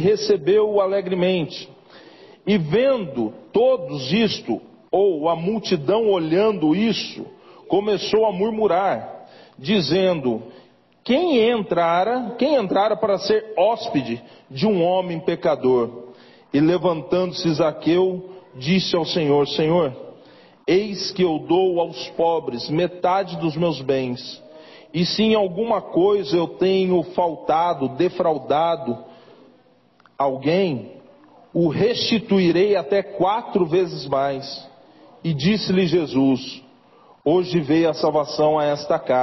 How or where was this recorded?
large echoing room